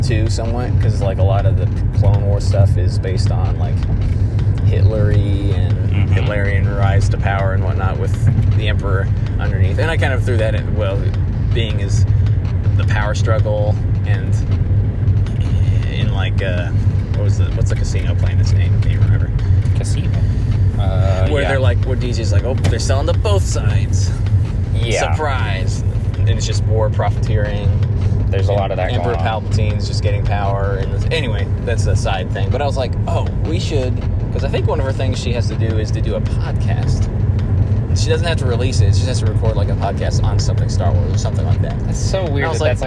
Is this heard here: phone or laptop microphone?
yes